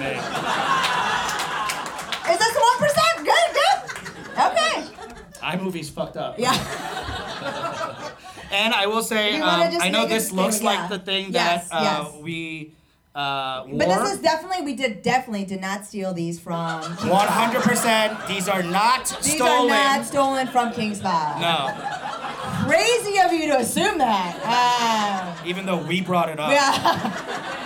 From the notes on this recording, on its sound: It's the first ever LIVE Ajumma Show taped in front of a sold out audience at the Steppenwolf Theater in Chicago.